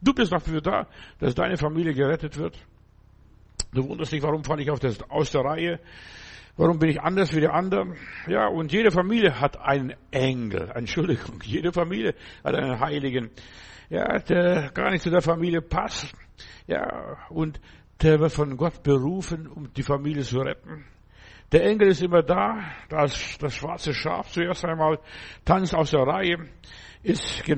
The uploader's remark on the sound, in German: im Gemeinde-Zentrum in Berlin aufgenommen